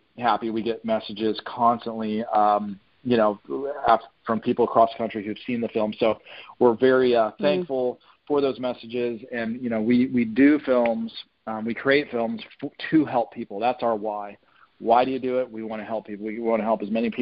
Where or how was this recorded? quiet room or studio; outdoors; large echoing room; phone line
phone line